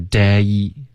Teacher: Days 双元音你刚刚发成 D 应该是 day